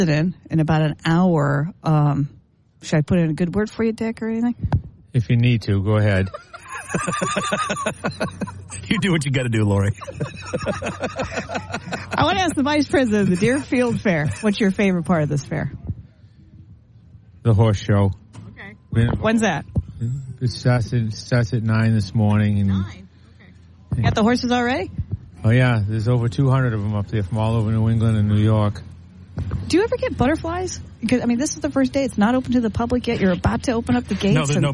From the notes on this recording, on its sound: Live from the Deerfield Fair